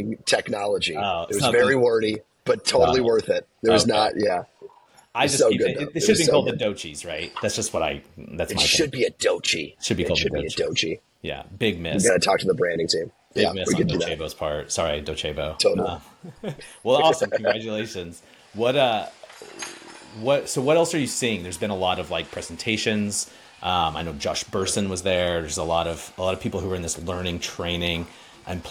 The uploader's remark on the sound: Live From Docebo Inspire